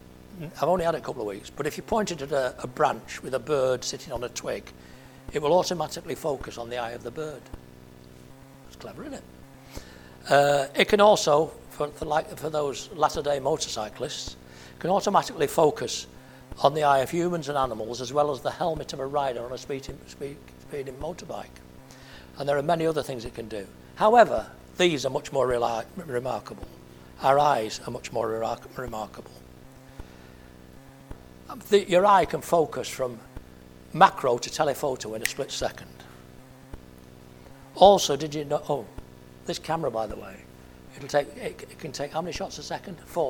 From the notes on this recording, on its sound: at Family Church Westhoughton